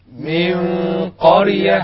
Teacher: مع ملاحظة أن القاف غنتها مفخمة